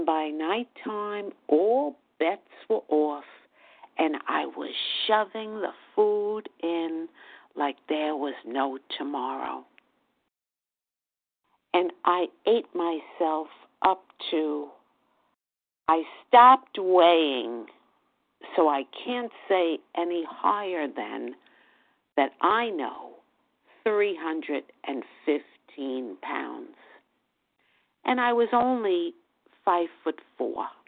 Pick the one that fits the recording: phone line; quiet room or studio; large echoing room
phone line